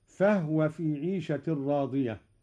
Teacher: أسكن الهاء أيضا قالون